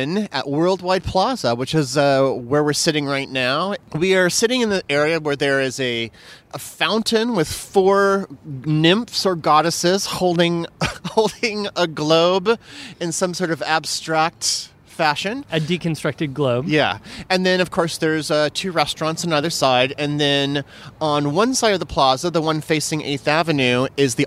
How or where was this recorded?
outdoors